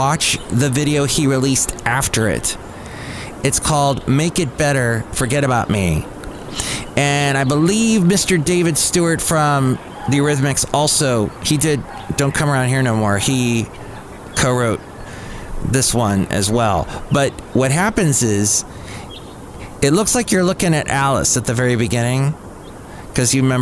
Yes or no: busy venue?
yes